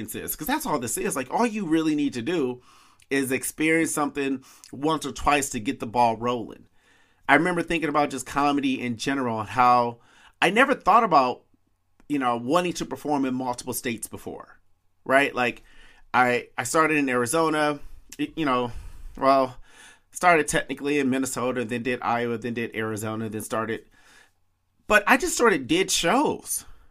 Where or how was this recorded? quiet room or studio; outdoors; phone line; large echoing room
quiet room or studio